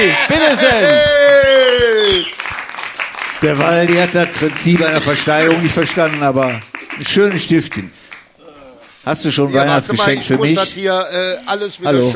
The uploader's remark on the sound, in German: Live mit Publikum und Gästen. Wir haben uns getraut den Podcast vor Publikum aufzunehmen. Waren wir im Theater im Walzwerk um vor Publikum unseren 80€ Waldi Talk aufzunehmen. Im Theater im Walzwerk in Pulheim.